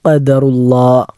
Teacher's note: ഒന്ന്, ആദ്യത്തെ ഖദറുല്ലാഹ് എന്നിടത്തെ ഖാഫാണ്. ഖാഫ് എന്നത് അണ്ണാക്കിൽ നിന്നും പുറപ്പെടേണ്ട അക്ഷരമാണ്. ഖാ എന്നത് ഖദറുല്ലാഹ് എന്ന് പറഞ്ഞാൽ തെറ്റാകും.